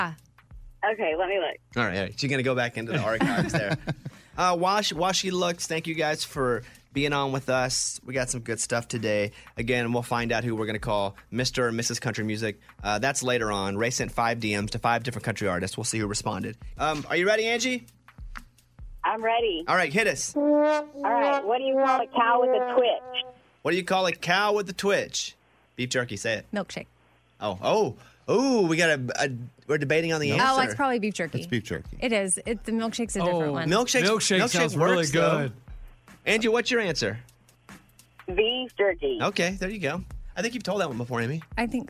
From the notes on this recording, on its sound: A mystery guest called.